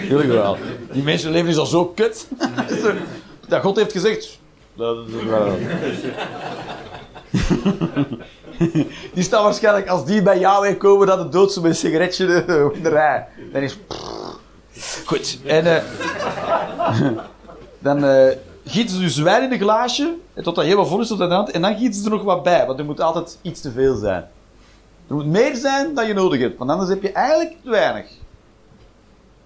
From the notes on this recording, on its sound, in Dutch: Live 21 Juni 2023, The Joker, Antwerpen.